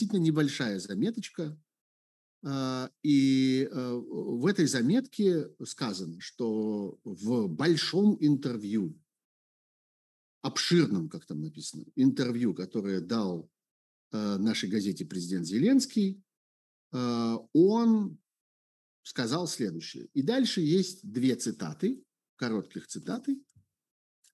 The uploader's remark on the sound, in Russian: Zoom-разговор со зрителями в прямом эфире